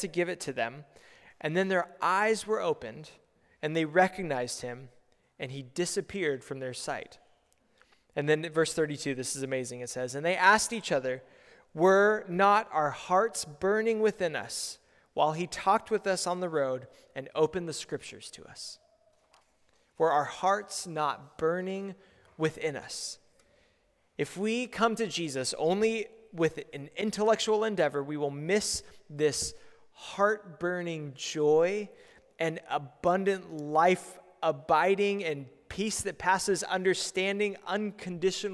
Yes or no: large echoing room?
yes